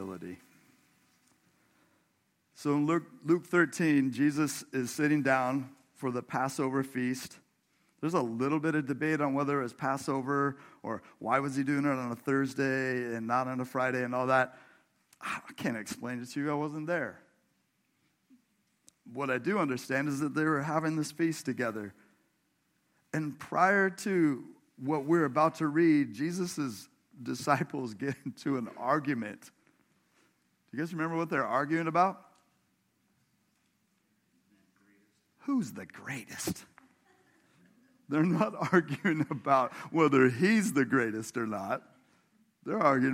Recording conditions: large echoing room